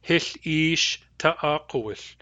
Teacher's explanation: Notice that the vowel of ish is long because hich is a short stem. · Term: weak, long vowel